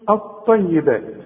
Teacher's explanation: اللام بتتحول الى نفس الحرف، اللام بتتحول الى طاء اوتوماتيك كده